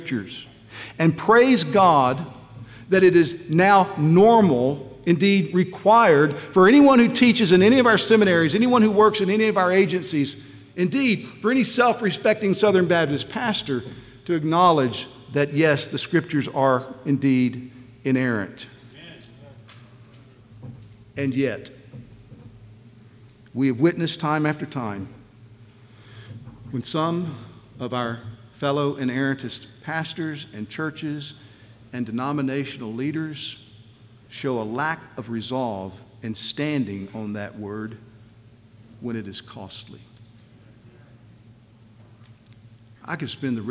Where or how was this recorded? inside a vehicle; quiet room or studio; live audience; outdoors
live audience